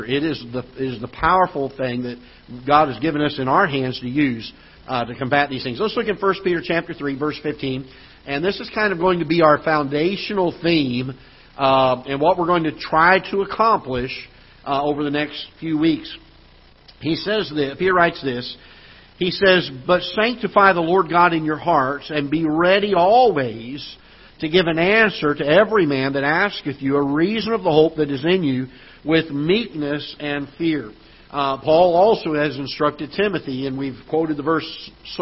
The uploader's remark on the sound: Ketha Heights Baptist Church ~ Live Broadcast